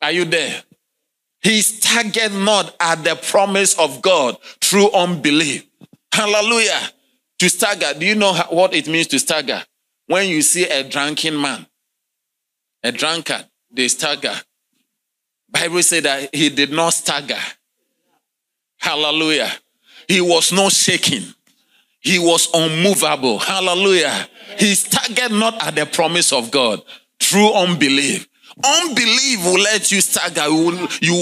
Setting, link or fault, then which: setting, large echoing room